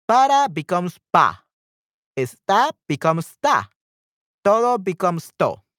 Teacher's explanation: Unvoiced pronunciation of syllables. Some words are shortened by the unvoiced pronunciation of whole syllables.